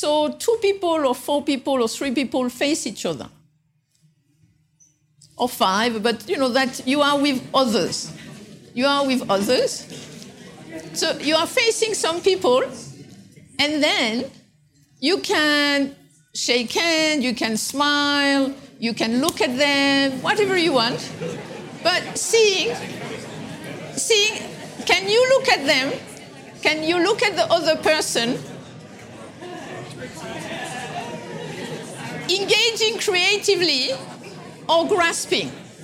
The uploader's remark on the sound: taken from the Buddhist Geeks Conference in 2012